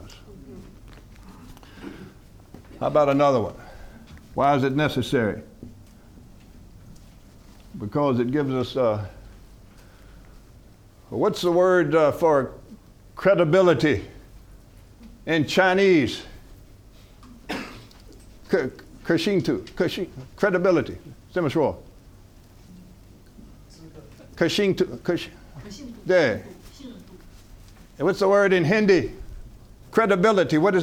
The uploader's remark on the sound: From the HeartCry Asia Conference 2023